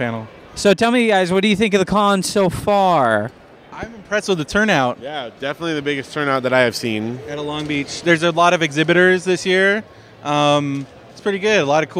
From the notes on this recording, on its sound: On this special episode, The Pillagecast Team is on location at the Long Beach Comic Convention!